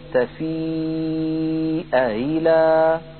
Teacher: مثال الأول قوله تعالى تفيء إلى، ومثال المضمومة جاء أمة. وقلنا بأن ورشا يسهل الهمزة الثانية من ذلك فيقول تفيء إلى، والأولى تكون محققة.